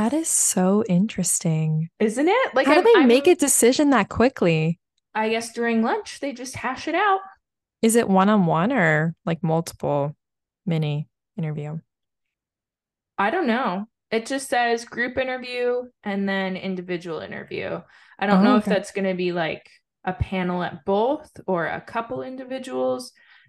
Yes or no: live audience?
no